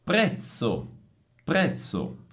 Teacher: altra parola con la Z doppia sorda, come pizza